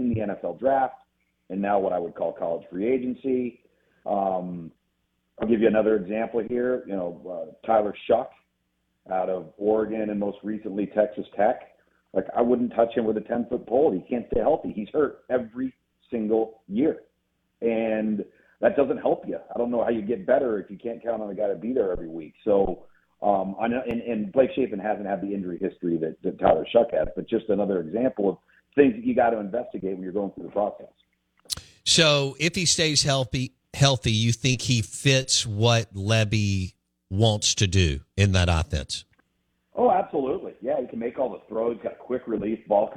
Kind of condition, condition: link, phone line